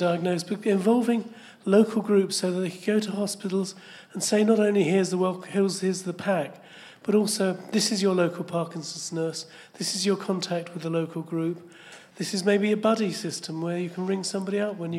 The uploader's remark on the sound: Live from Parkinson's UK! They also take questions and observations from listeners.